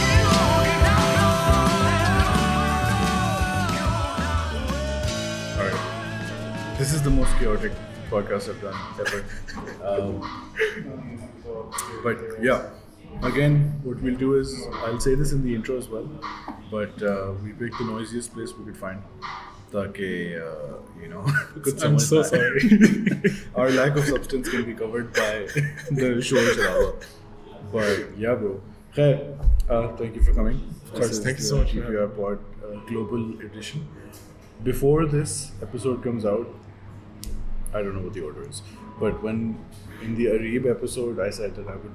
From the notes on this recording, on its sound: in a LIVE episode in possibly the noisiest cafe we could find